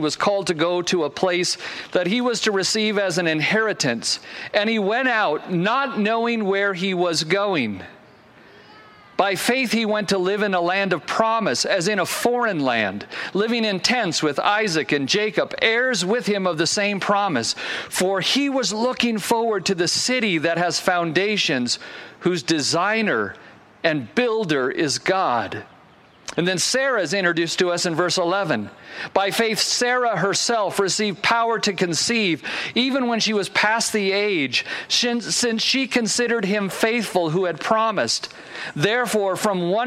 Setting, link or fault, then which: setting, outdoors